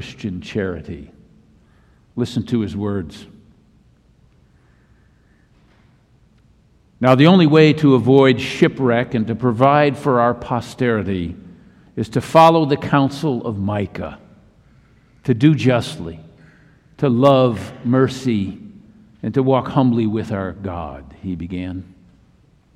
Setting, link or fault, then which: setting, large echoing room